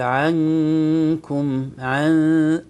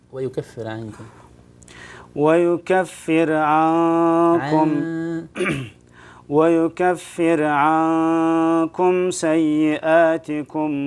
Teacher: فيه غنة في الإخفاء نون ساكنة مخفاة عند الكاف